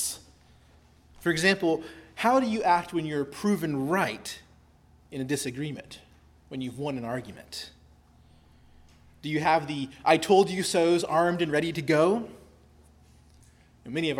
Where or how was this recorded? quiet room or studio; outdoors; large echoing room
large echoing room